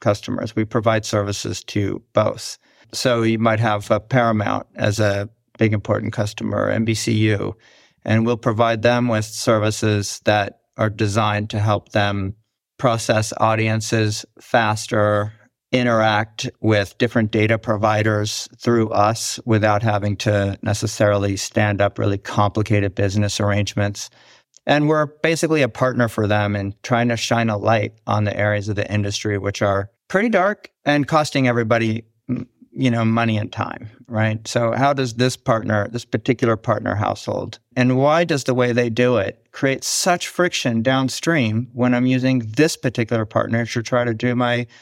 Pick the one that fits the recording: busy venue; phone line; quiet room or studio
quiet room or studio